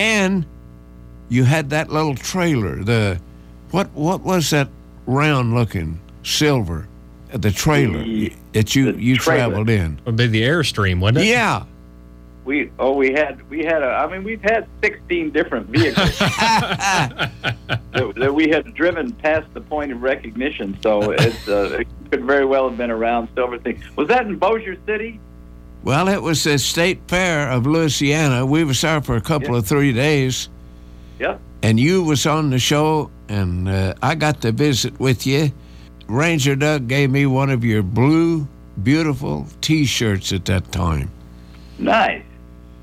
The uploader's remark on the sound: We had two members of the band call in to The Chubby Howard Show